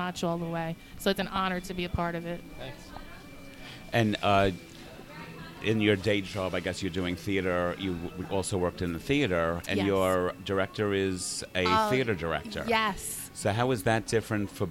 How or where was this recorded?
busy venue